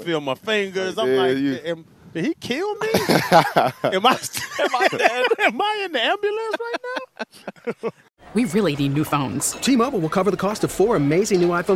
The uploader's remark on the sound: Live from Hollywood Kia.